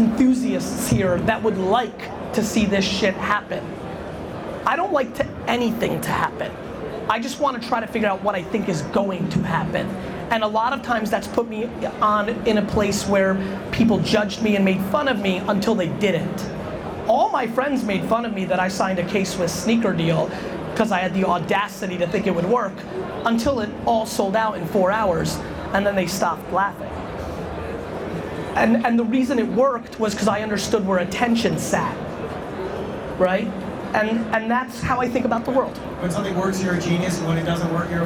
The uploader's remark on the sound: A Fireside Chat With Samsung NEXT at CES 2017